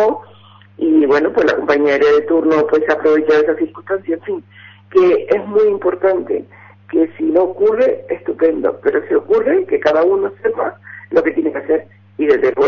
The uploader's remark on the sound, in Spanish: Entrevista telefónica. "Canarias en la Onda en Verano" de Tenerife Radio - Onda Cero.